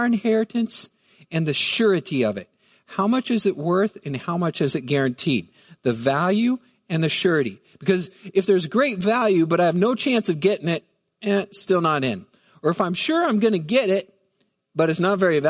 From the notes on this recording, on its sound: Midland Evangelical Free Church Sermon Audio